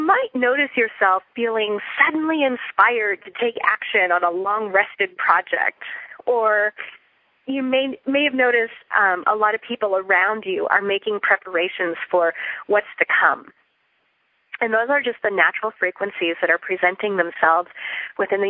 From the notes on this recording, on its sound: Listen in to this pre-recorded Teleclass on the Folklore, Tradition and Meaning.